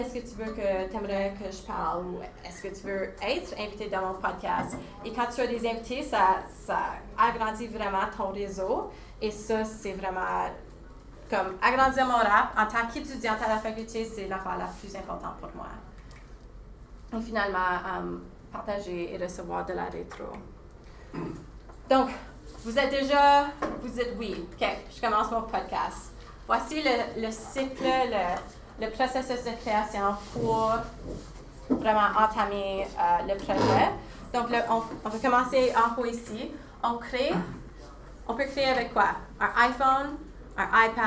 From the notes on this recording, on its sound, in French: J'ai donné l'atelier "L'art du podcast" à une vingtaine de pédagogues à Saint-Jérôme, QC. Je me suis enregistré en direct de la salle, afin de partager l'atelier.